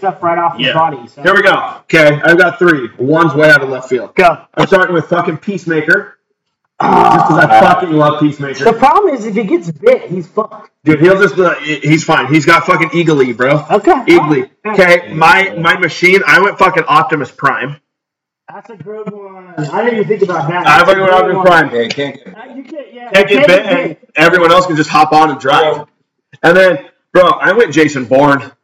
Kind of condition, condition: fault, poor sound quality